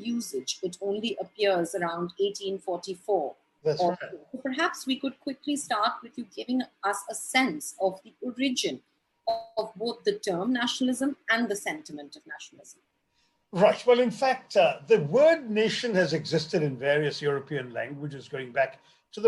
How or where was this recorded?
video call